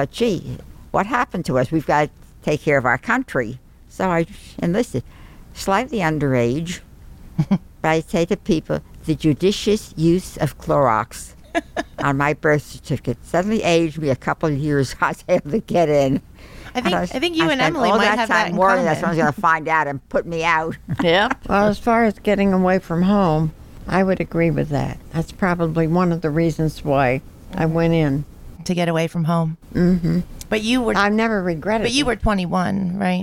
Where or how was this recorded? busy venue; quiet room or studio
busy venue